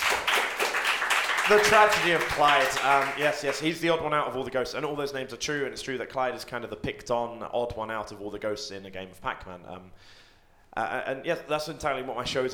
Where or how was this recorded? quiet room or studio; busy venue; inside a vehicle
busy venue